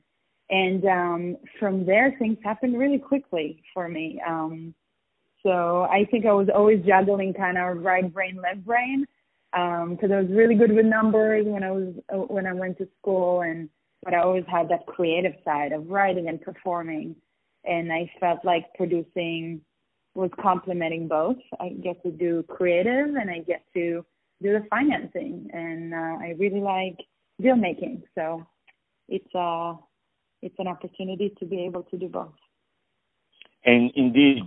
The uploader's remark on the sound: On the phone